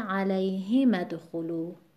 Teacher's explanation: اینجا وزن بعد از ساکن وارد میشه، یعنی بر حرف ه میشه علیهم ادخلوا